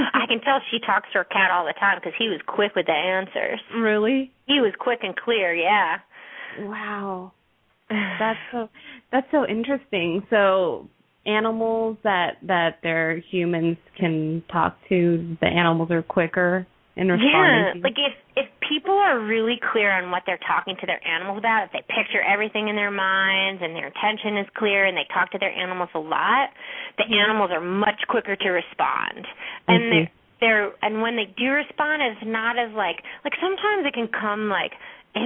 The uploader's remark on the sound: open up the lines for listeners to call